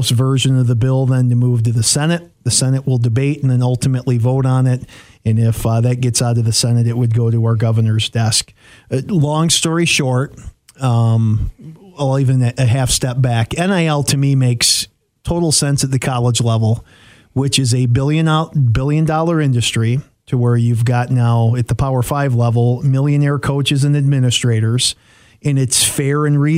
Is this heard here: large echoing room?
no